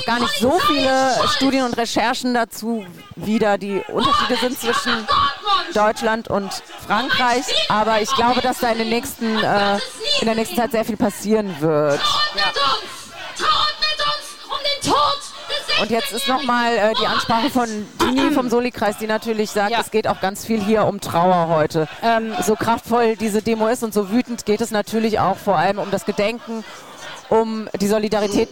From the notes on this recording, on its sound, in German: Mitschnitt der Großdemonstration im Gedenken des von der Polizei ermordeten Mouhamed Lamine Dramé.